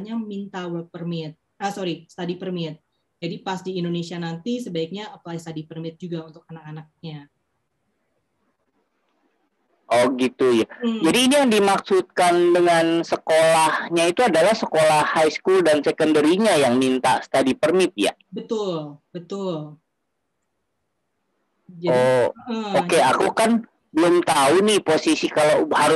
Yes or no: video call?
yes